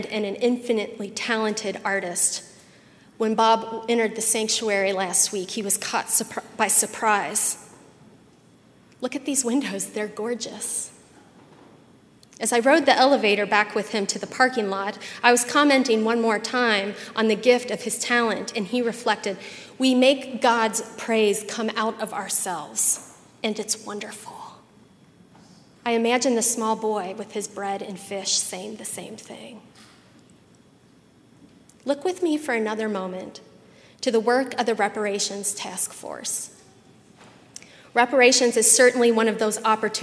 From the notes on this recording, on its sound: at Highland Baptist Church, Louisville, Kentucky